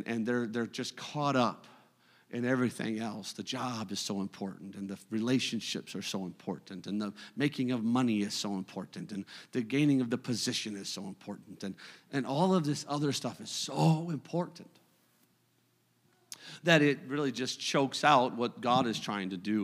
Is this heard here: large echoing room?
yes